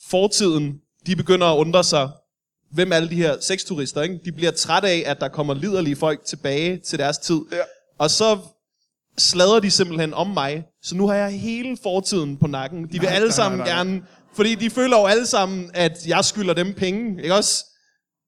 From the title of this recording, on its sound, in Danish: Live fra Comedy Zoo København